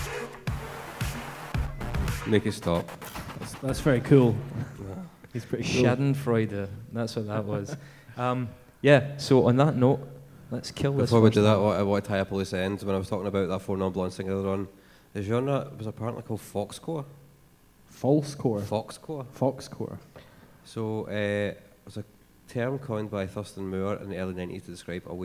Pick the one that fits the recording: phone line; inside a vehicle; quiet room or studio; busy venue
busy venue